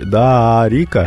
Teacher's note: Дарика, вот, ударение на «и»